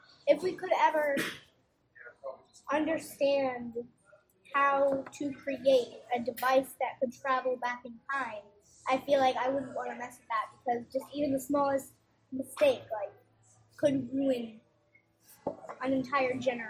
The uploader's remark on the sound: WARNING: AUDIO QUALITY IS SUBPAR. We went on location for dinner. Over pizza and salad. Being on-location, the audio is not optimal, and even with as much as I was able to clean it up, still sounds less than clear.